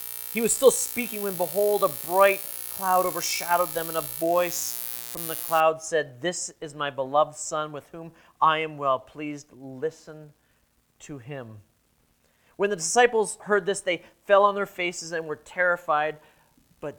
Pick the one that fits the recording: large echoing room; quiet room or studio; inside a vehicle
large echoing room